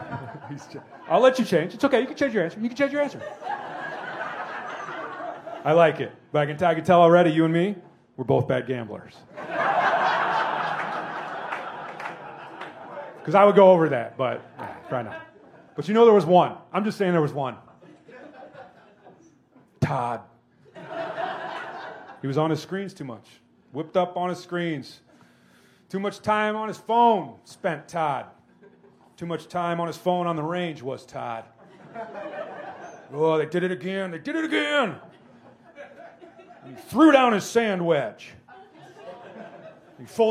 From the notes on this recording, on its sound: Recorded live from the Green Mill in Chicago.